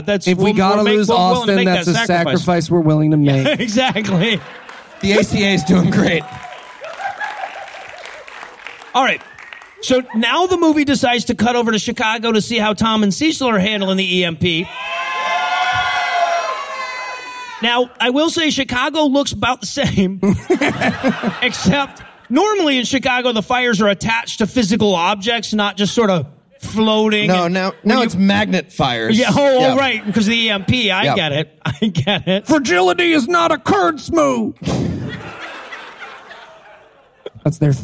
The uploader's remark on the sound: Live from Virginia Beach.